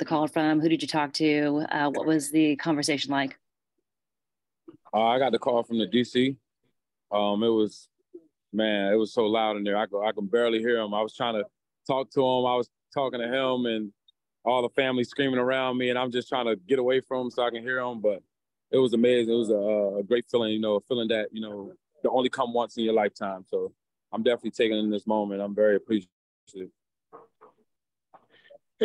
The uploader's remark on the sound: Called in for an introductory press conference after being selected by the 49ers with the 87th-overall pick.